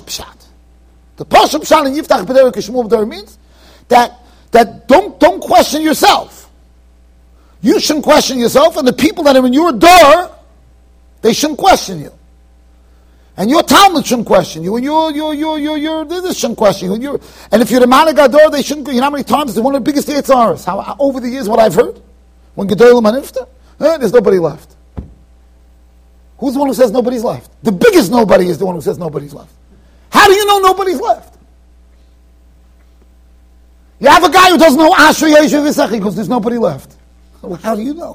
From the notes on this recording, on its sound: Shiur recorded in Yeshivas Ohr Reuven, Monsey NY.